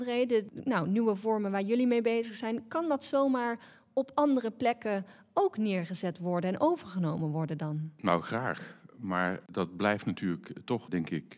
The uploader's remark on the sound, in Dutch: Iedere aflevering wordt in het bijzijn van publiek opgenomen.